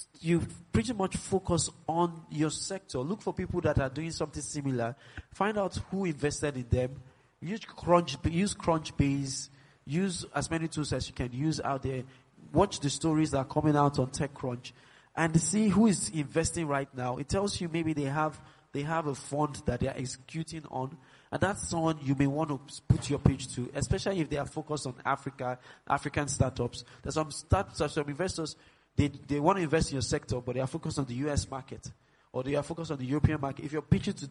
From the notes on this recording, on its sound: Live Episode of LSW18